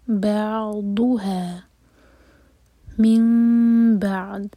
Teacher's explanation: اس کے بعد ضاد ہے، زبان کی ٹپ سے نہیں، زبان کی ٹپ سے اگر پڑھیں گے تو دال کا ساؤنڈ آئے گا، زبان کی سائڈ سے پڑھیں گے اور منہ بھر کر